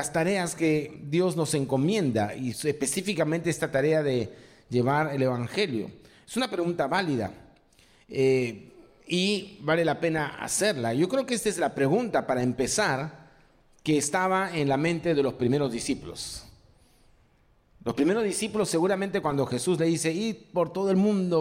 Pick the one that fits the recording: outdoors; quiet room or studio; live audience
live audience